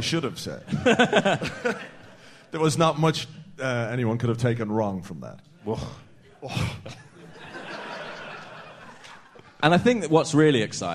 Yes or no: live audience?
yes